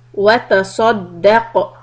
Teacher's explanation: The word watasaddaq, sad is heavy, qaf sukun, qalqala, a little heavy because it's at the end of the word.